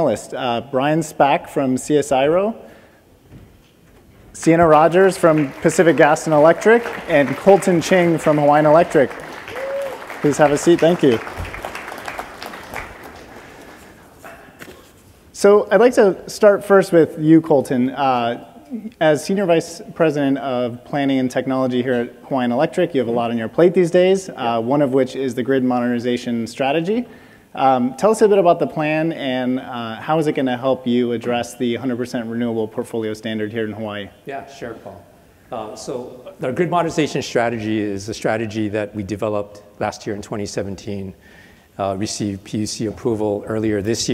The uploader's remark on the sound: The best of live interviews from GreenBiz events.